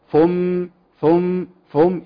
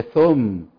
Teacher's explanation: والثاء طرف اللسان مع طرف الثنايا العليا · Shown in: second take